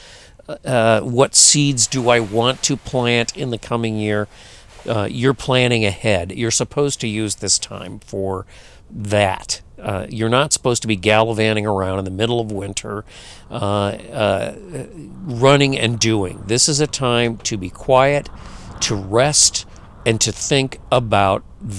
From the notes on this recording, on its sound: this podcast was recorded in the midst of a huge windstorm and figures prominently in it